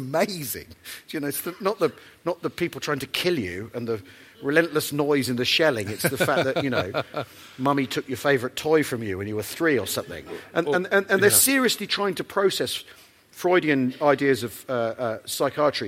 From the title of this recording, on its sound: Live at The National Army Museum